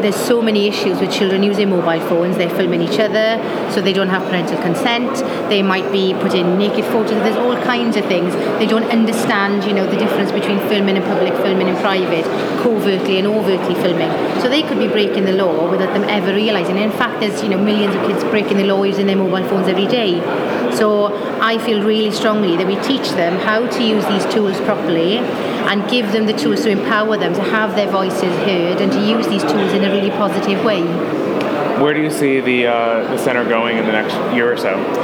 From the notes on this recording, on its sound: is at the MoJoCon Conference for Irish Tech News